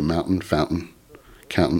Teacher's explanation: Philadelphians don't pronounce the T. See, they say mountain, fountain, counting.